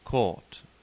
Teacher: This sound is, in fact, closer to the a than to the IPA, a. The open mid-back rounded vowel, open O or turn C